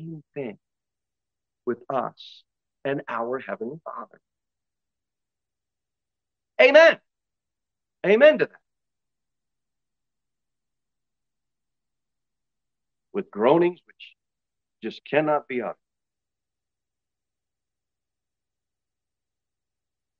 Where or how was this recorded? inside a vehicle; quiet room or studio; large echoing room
large echoing room